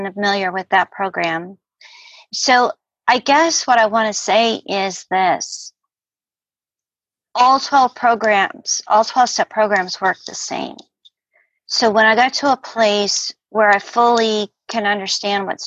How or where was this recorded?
video call